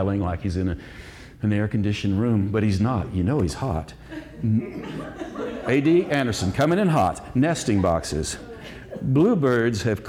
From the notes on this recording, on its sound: Live at The Story Parlor. In a unique, live-spoken word show. This event occurred at The Story Parlor, Asheville's intimate listening room.